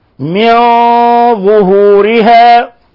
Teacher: نلاحظ مجيء الضاء بعد النون الساكنة الحكم التجويدي إخفاء حقيقي، ونلاحظ كيف فخمنا الغنة لأن الضاء من حروف خص ضغط انقض، من حروف الاستعلاء، من الحروف المفخمة.